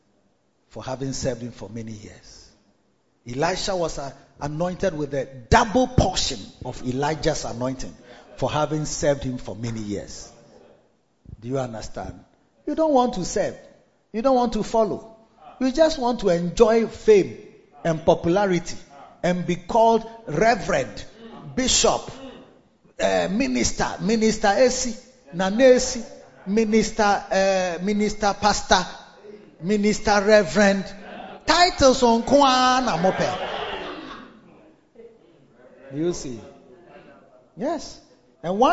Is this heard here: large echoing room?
yes